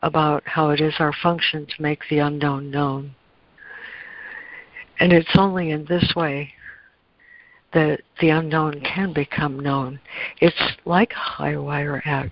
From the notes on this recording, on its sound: ACIM Daily Conference Call